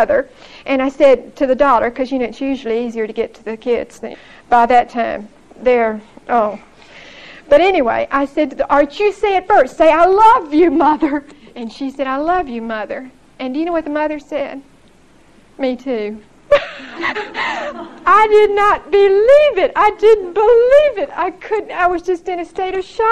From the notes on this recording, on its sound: Recorded 9/23/1975 at Whitesburg Baptist Church.